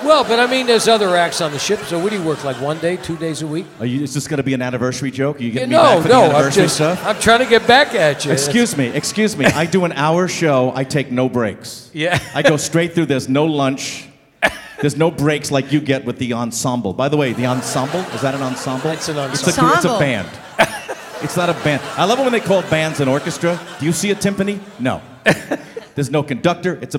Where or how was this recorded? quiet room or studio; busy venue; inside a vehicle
busy venue